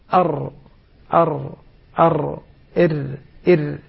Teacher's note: الراء طرف اللسان مع شيء من ظهره مع لثة الأسنان العليا